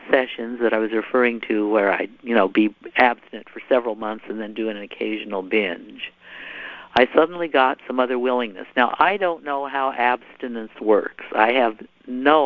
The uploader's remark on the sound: Sunday 7pm phone meeting. Sunday 7pm Anorexia & Bulimia phone meeting.